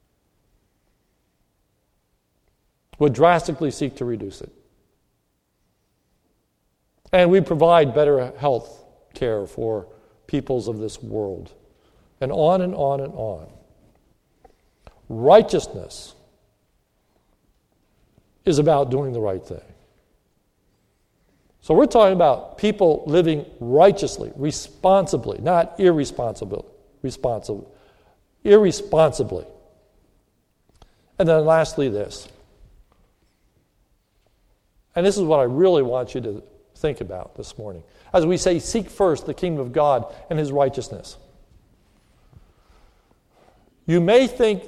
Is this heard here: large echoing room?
yes